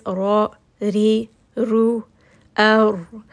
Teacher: both the top and the tip of the tongue touching the gums of the upper two teeth · Term: makhraj of the letter ra